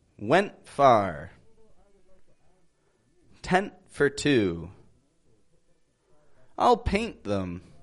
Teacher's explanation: So when you are ending that word, you're making a quick stop on the T